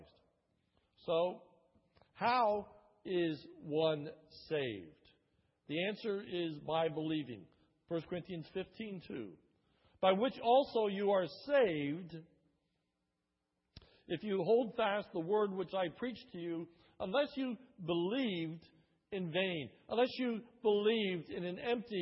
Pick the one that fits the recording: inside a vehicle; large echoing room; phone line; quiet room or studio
large echoing room